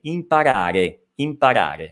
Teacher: Attenzione, imparare, attenzione a questa E finale, non è imparare, sembra quasi un mix tra una I e una E, invece deve essere chiaramente una E